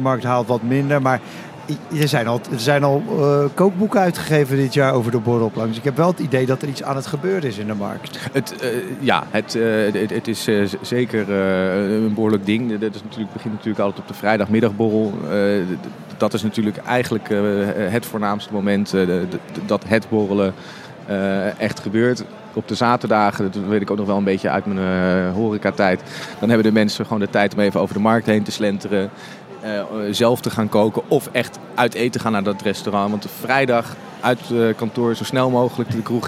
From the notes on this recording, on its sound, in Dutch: live vanaf de Horecava